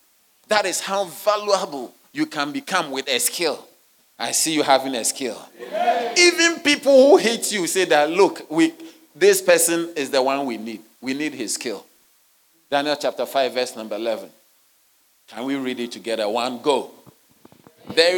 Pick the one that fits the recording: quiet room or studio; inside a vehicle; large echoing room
large echoing room